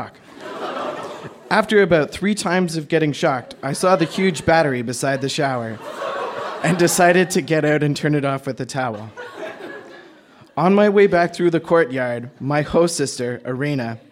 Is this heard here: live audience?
yes